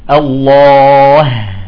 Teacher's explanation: عندما نقف على لفظ الجلال المفخم الله نرقق الهاء